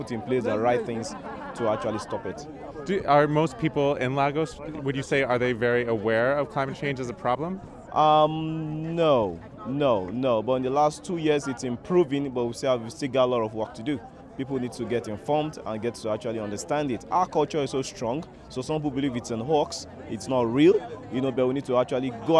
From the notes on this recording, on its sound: on the last day of the conference, we caught up with a few youth groups from around the world